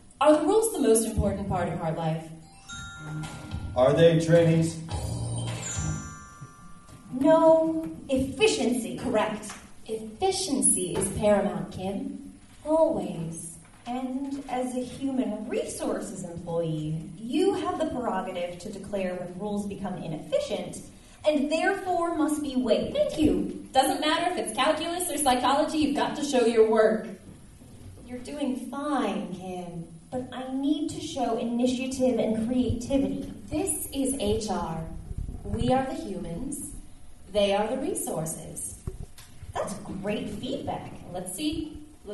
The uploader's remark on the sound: We are excited to share a live recording of our 2015 Chicago Fringe Festival show.